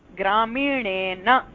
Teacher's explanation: अन्तिमदन्त्यनकारः दन्त्यनकारः एव भवति. तस्य परिवर्तनं न भवति. किमर्थं चेत् अस्मिन् पदे रेफः निमित्तमस्ति.